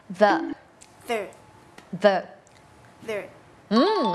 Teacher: มันไม่ใช่ดอเด็กอย่างเดียวเนาะมันมีความสั่นนิดนึงแล้วก็มีลมออกมานิดนึง · Term: voiced